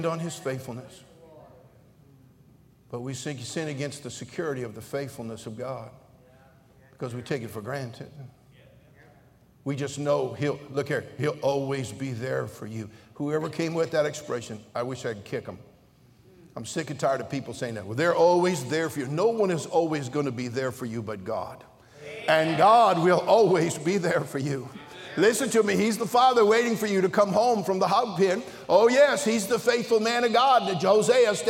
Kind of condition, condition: setting, large echoing room